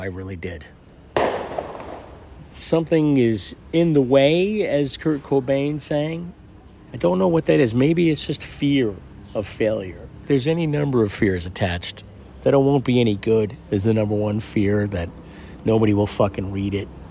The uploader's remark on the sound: Recorded spontaneously into my phone. On our stoop as people streamed up the block towards Boulevard East – with its commanding view of Manhattan’s west side. A recording of an old phone call circa 2002. Why I didn’t immediately begin recording the call is lost to time but I captured a bit.